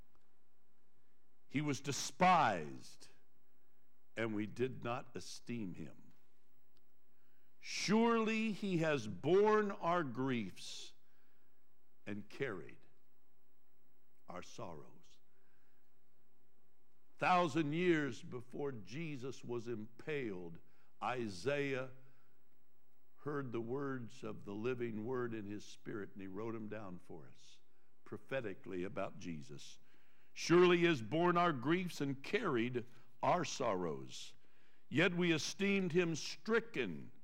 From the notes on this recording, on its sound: Trinity Church Live